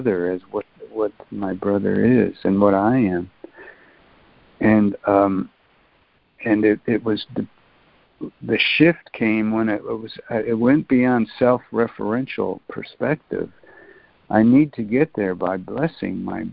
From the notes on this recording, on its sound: ACIM Daily Conference Call